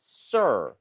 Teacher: r 발음할 때 sir 혀의 코어가 뒤쪽으로 당겨져요